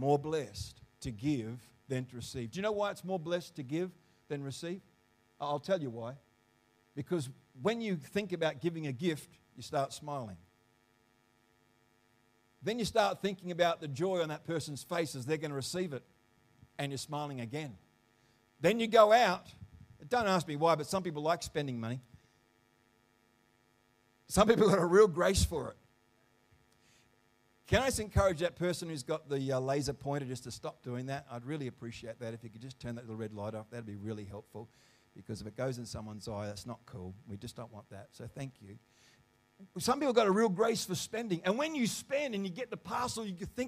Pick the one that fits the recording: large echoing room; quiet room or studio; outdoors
large echoing room